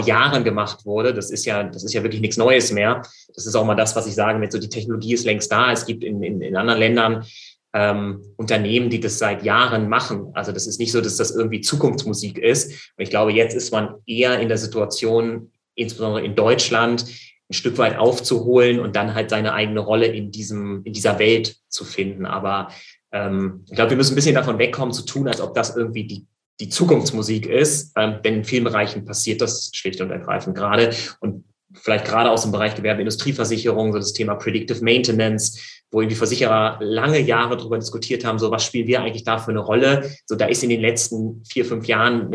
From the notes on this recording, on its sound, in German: Wir haben den Online-Expertentalk via Zoom aufgezeichnet. Für den Podcast haben wir den Talk ein wenig gekürzt.